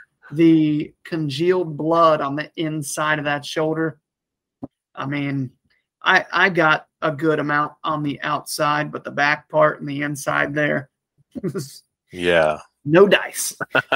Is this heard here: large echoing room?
no